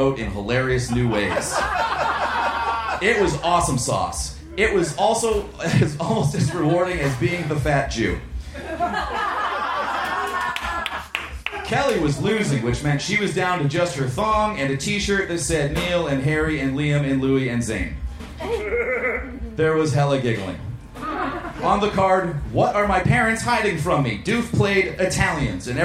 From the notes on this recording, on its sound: Recorded live at The Virgil in Los Angeles, September 20, 2015.